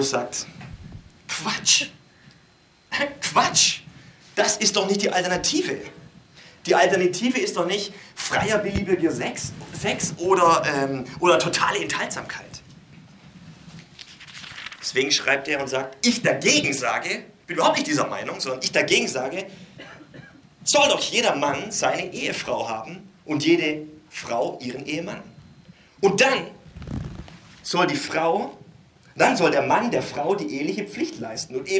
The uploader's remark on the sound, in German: Podcast-Mix aus der Goldgräberzeit des churchbrunch im Theater NN (2004-2010). Live gehalten auf Kanzeln und Bühnen, in Kirchen, Kneipen und Locations in Hamburg und anderswo.